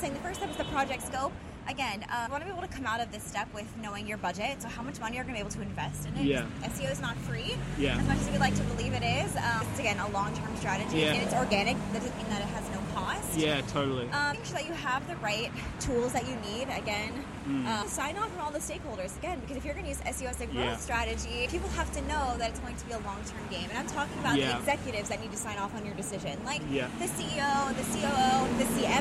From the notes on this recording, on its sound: We walked through the hustle and bustle of Paris (sorry for the loud bus noises at times!).